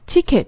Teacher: 关注一下第一个字 t，很明确的一个送气音